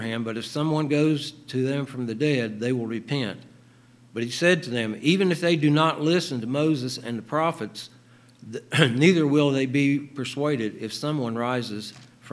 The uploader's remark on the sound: LIVE Services at Sunshine